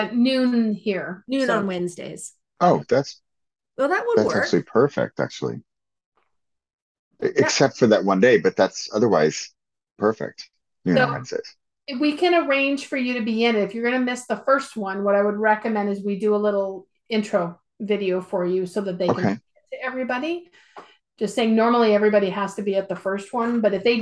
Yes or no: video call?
yes